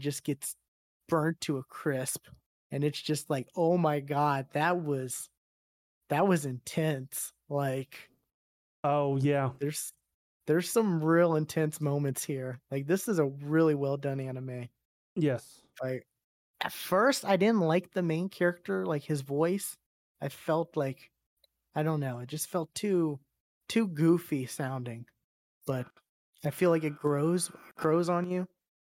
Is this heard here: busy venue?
no